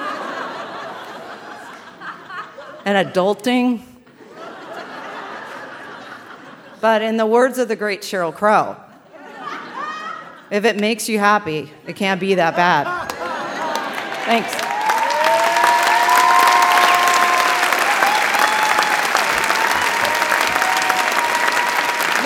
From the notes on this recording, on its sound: Live from Santa Barbara. A special live edition of The Moth brought to you from the Lobero Theater in Santa Barbara, California.